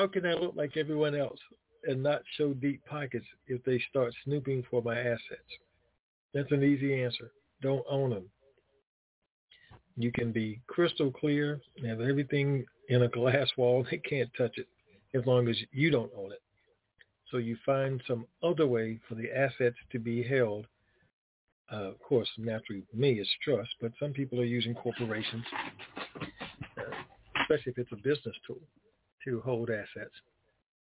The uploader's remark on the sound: TNTSuperfantastic Conference Call.